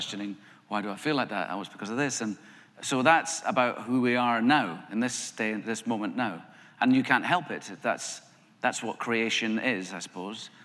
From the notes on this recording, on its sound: The conversation was recorded on Oct 18, 2016 in front of a live audience at New York's 92nd Street Y.